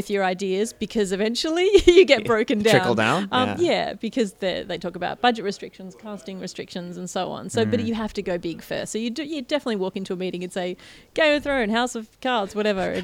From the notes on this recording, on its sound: Recorded live at the Brunswick Street Bookstore.